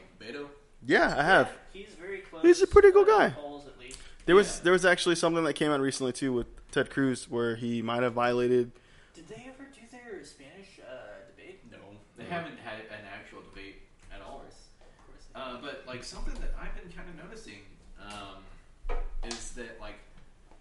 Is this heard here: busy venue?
yes